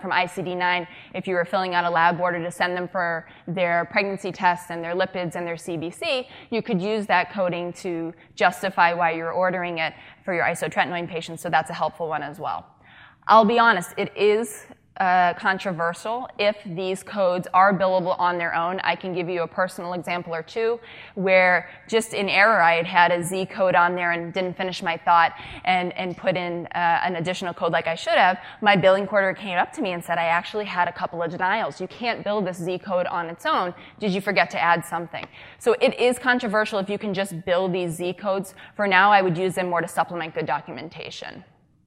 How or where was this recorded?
live audience